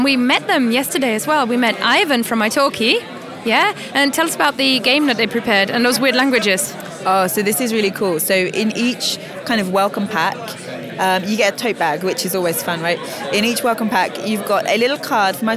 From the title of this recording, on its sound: Live from the Polyglot Gathering in Berlin